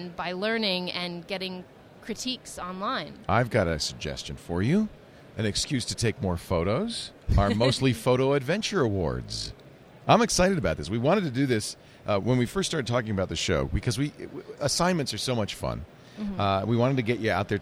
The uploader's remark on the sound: Live From NAB